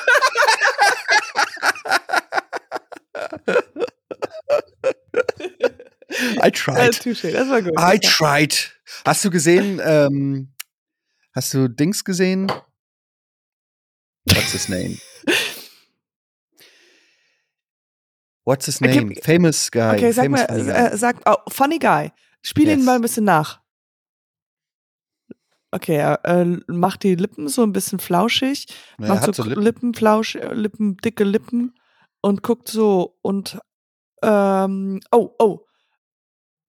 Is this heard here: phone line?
no